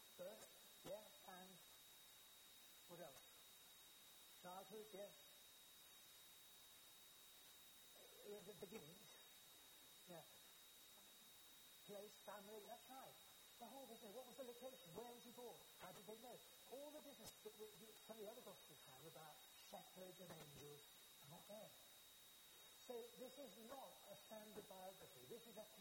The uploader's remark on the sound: Due to technical difficulties, only the first part of this sermon was recorded.